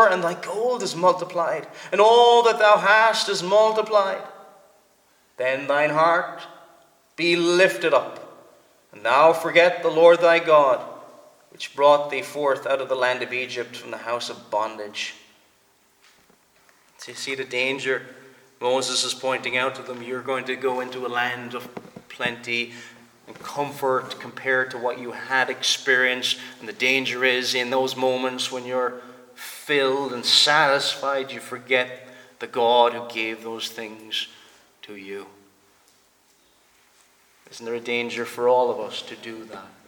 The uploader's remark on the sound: Preached at the Presbyterian Reformed Church of Stockton-on-Tees -England-.